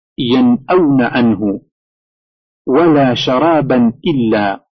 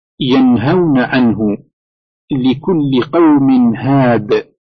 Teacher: تظهر النون الساكنة أو التنوين إظهارا كاملا بحيث يقرأه اللسان · Term: الإظهار